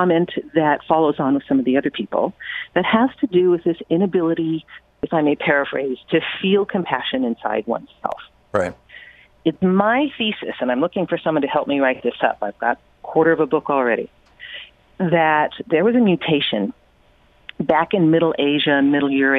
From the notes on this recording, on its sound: Listeners call